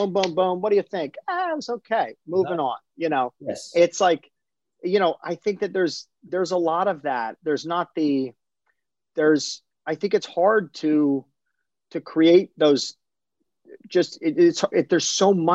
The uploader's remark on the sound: in a spoiler-filled virtual Q&A